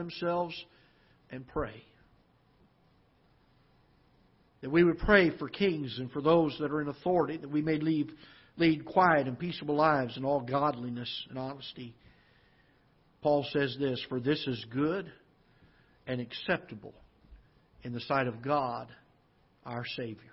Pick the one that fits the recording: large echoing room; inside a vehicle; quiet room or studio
large echoing room